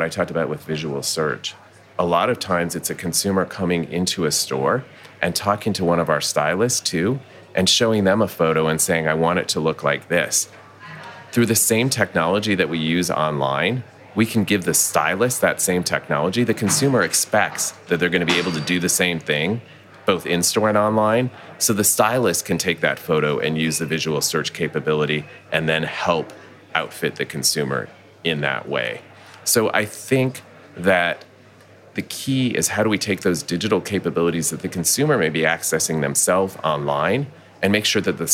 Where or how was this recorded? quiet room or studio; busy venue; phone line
busy venue